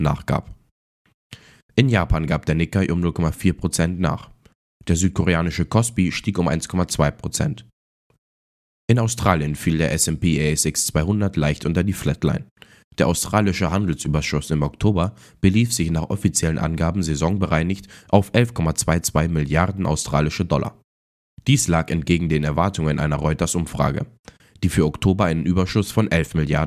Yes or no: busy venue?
no